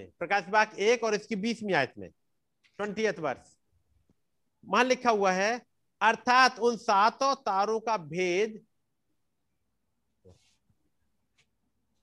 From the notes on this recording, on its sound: Arunachal Pradesh. Zoom Meeting.